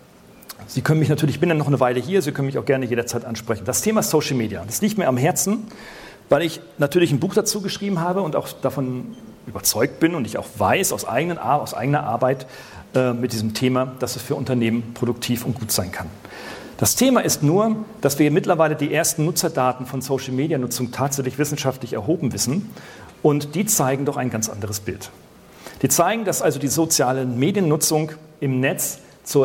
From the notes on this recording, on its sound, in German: Die letzten 5 Minuten eines Vortrages vor 400 Marketers in Stuttgart